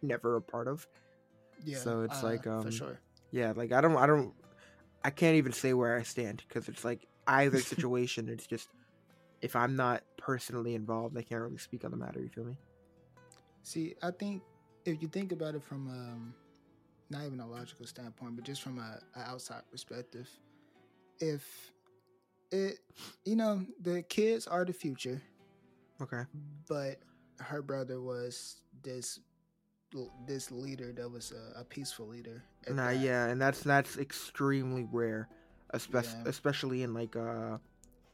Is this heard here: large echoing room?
no